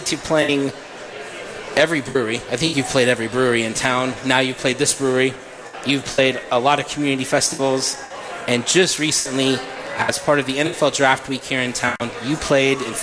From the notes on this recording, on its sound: We are LIVE from The Beer Hall at Boulevard Brewery. We are LIVE from The Beer Hall at Boulevard Brewery and you’re invited to come out and be part of the broadcast.